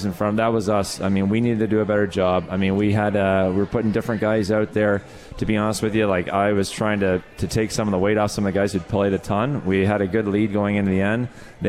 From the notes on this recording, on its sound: Live from the 72 Tavern for Utica Comets #Insider.